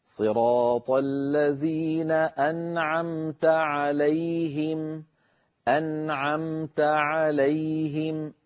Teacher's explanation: أما مثال العين فهو بالنسبة للنون الساكنة صراط الذين أنعمت عليهم أنعى، انتقلت من النون إلى العين مباشرة بدون أن أزيد في زمن الغنة